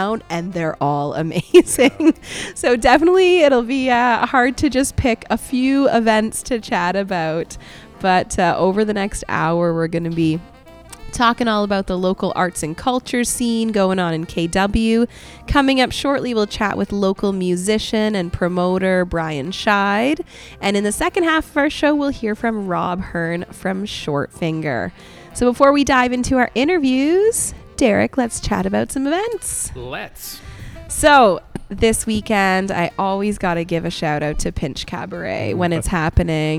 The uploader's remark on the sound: Broadcast live from Short Finger Brewing Co in Kitchener.